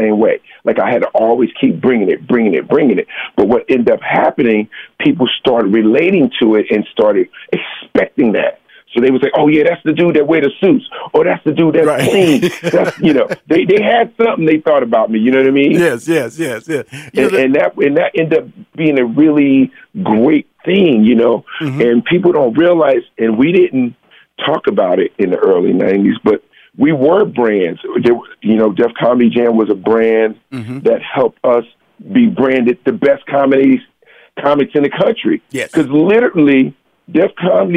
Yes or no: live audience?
no